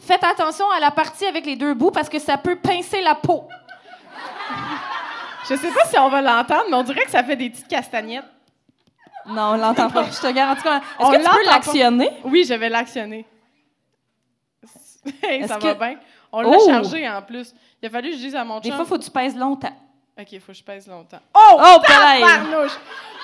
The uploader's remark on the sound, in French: Enregistré devant public à La Cale - Pub Zéro Déchet à Montréal.